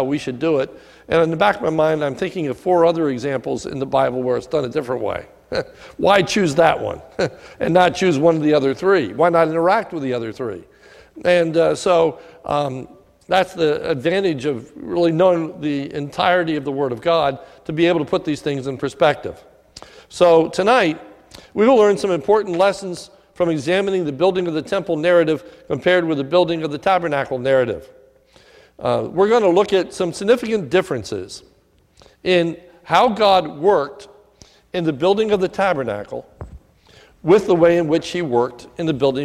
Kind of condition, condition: setting, large echoing room